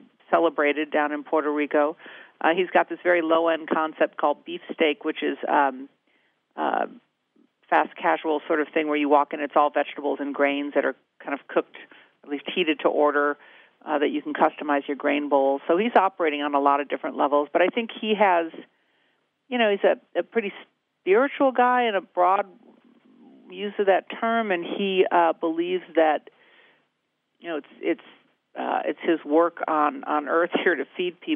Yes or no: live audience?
no